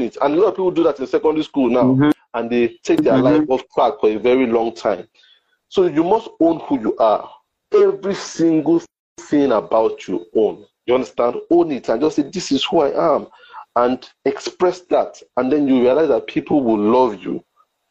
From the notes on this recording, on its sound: on Instagram Live for an enlightening conversation